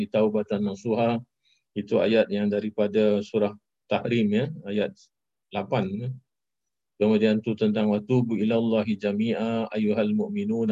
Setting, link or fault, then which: link, video call